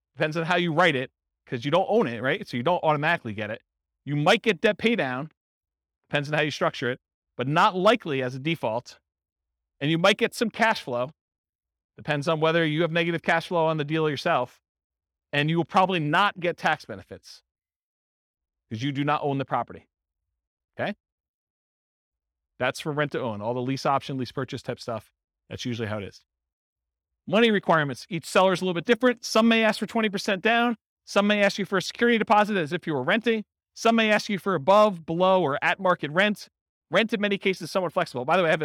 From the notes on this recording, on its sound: This was a live class recorded